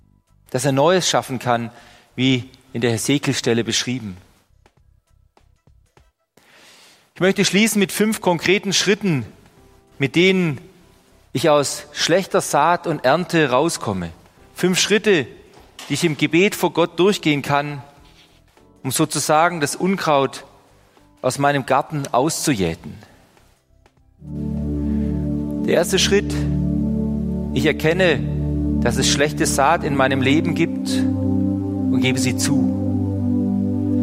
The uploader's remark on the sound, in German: Die Predigt aus dem Gottesdienst.